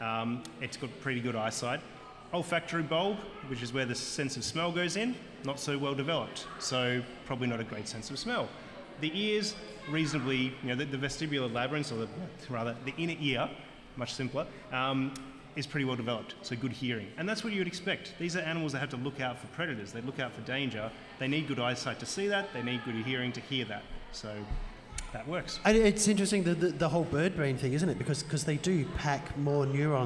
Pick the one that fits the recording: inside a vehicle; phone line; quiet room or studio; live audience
live audience